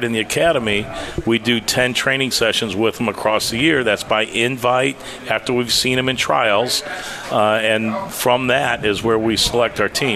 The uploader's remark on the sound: Live at Friendly's